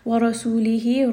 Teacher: ra is going to be heavy